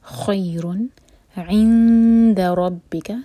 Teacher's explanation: والباقیات الصالحات، سا نہیں، سا مبھر کر، صالحات، ح حلق سے، خیر، خی مدلین، خیر، رن یہاں پر ہے اظہار، تو نہ تو نون کے ساؤنڈ پر جھٹکا ہو اور نہ ہی نون کے ساؤنڈ کو ہولڈ کیا جائے گا